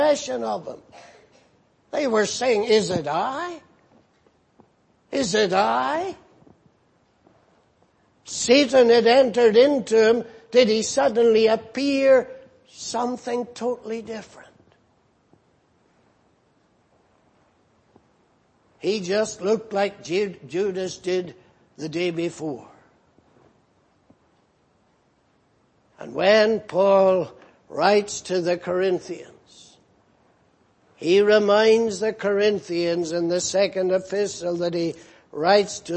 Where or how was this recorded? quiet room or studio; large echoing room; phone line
large echoing room